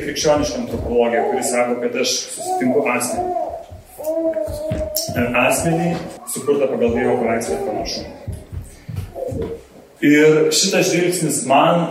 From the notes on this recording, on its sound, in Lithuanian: Įrašas iš Šeimų festivalio.